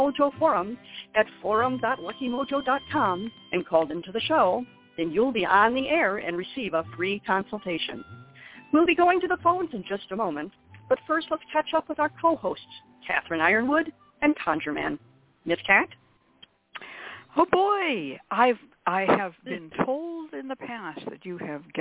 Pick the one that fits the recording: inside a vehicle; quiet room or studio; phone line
phone line